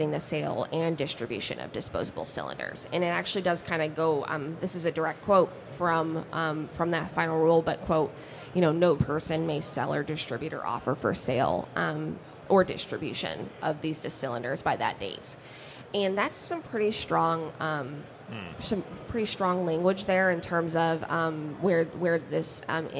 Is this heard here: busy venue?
yes